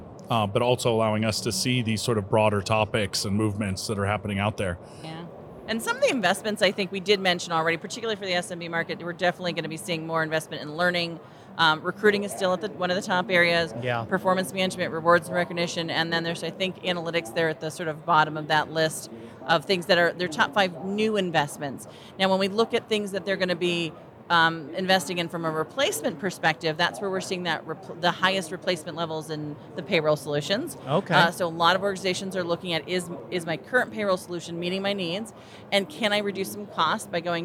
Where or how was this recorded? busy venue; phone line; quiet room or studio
busy venue